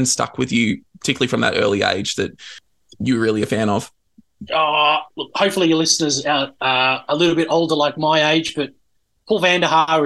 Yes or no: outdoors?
no